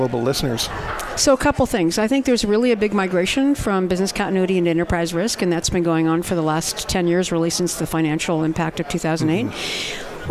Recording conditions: busy venue